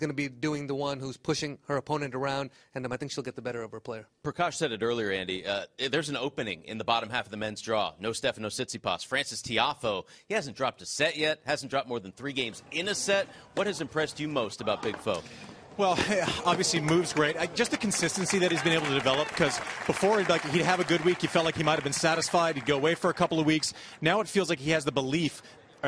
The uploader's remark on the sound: TC Live is back, live from Indian Wells!